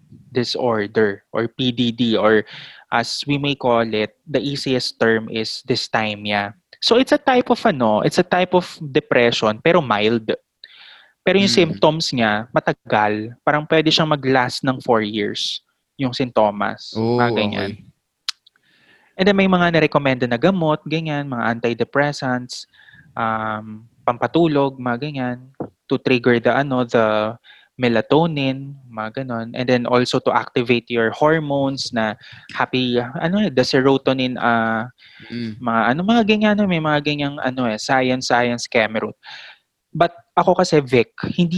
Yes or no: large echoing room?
no